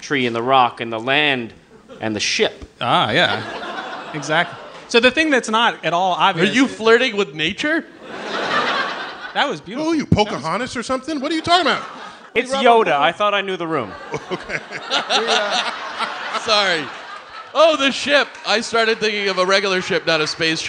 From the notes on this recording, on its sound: StarTalk Live